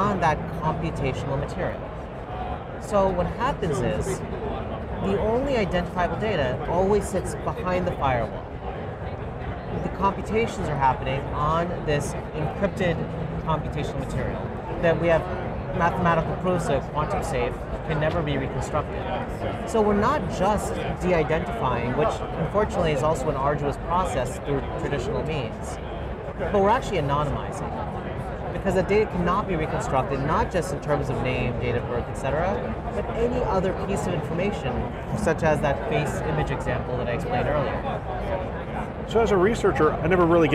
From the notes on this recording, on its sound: an Interview in Action live from HLTH '22